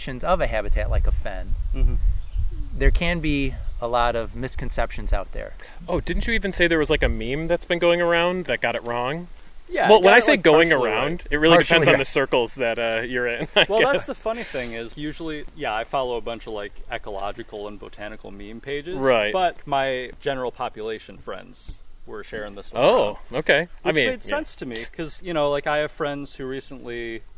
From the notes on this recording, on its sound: The episode was recorded on June 17, 2023 at the Floating Fen near Fredonia, NY.